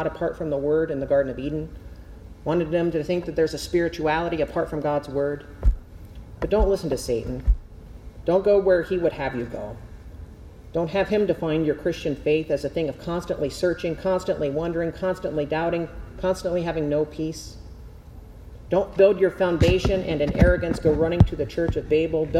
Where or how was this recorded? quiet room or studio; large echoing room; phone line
large echoing room